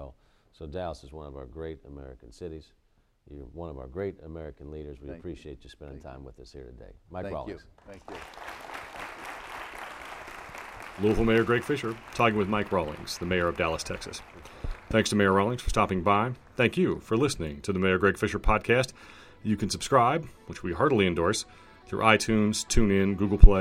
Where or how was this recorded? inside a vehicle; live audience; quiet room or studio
live audience